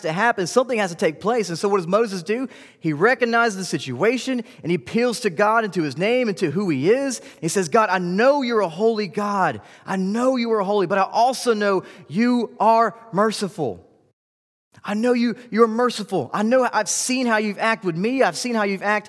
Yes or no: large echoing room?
yes